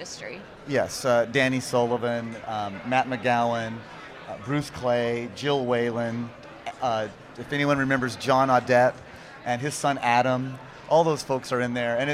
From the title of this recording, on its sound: Live from SES New York 09